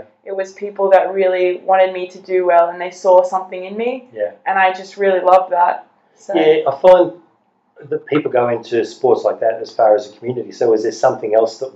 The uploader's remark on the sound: We lost the direct audio on this recording and had to pull it off the video chat, the quality is not 100%.